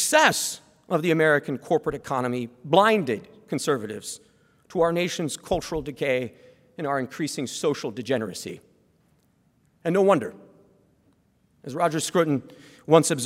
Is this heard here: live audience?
yes